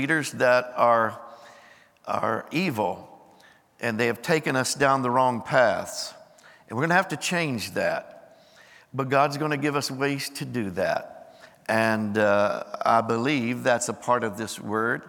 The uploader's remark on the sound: Recorded live on 12/31/23.